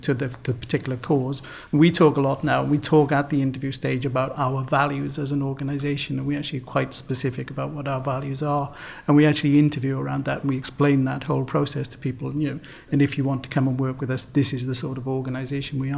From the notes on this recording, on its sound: Recording of our first careers event.